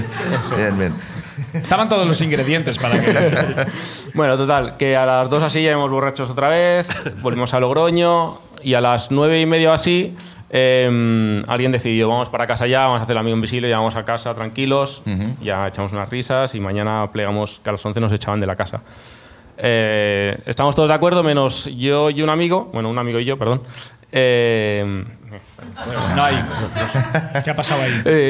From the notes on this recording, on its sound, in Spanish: El público también trae miserias del pasado.